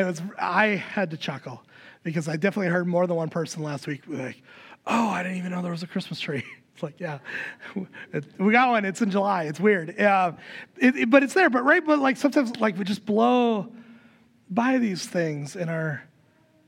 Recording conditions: large echoing room